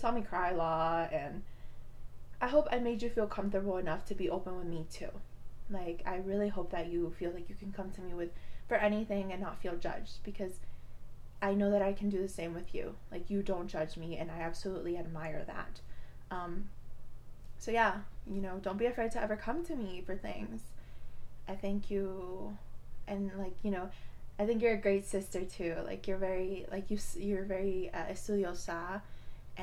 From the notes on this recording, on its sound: Sorry I sound far